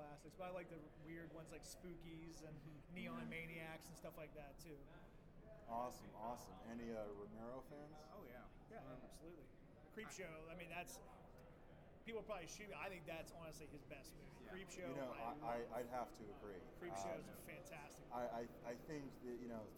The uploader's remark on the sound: Live From Grossfest